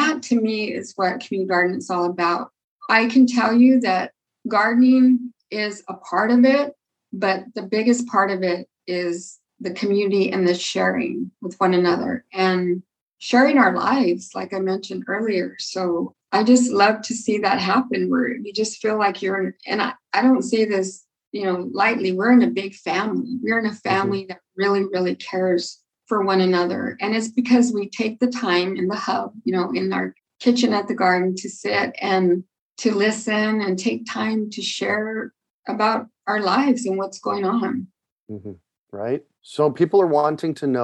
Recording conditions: video call